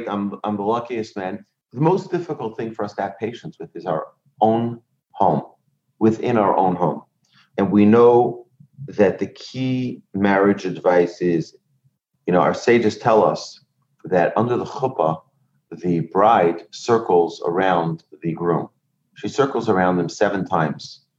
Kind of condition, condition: link, video call